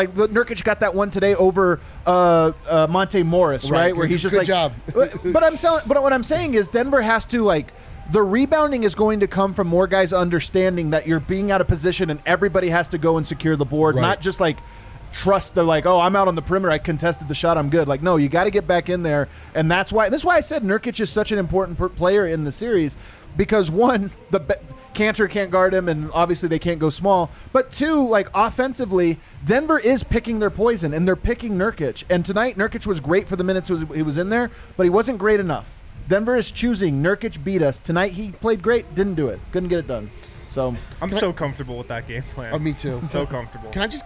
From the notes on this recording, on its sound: live from the Winner's Lounge inside a very poppin DNVR bar